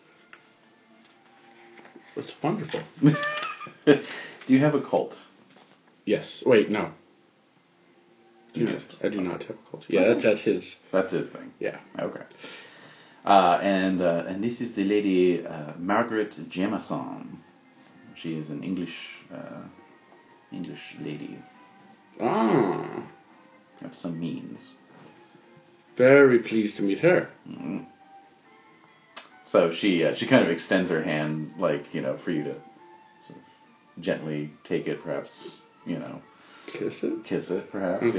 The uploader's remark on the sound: This special "Los Angeles chapter" incarnation of the Esoteric Order of Roleplayers. Apologies if the volume level is a little dodgy; I was obliged to record directly off my iPhone, precariously perched on a Coke can.